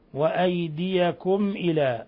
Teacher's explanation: ميم ساكنة جاء بعدها الهمزة، إظهار شفوي